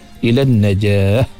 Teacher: ketika waqaf huruf ta marbutah ni automatik dia tukar bunyi kepada seolah-olah bunyi huruf ha